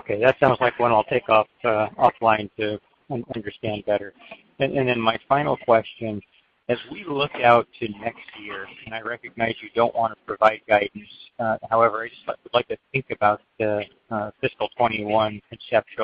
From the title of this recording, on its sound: Apogee (APOG) Q1 2020 Earnings Call